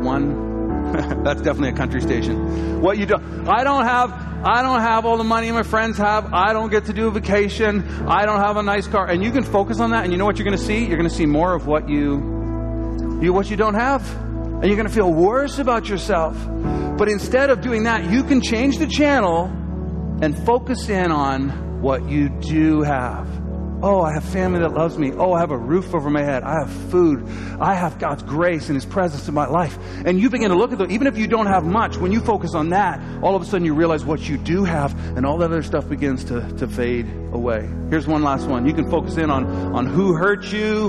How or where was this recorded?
large echoing room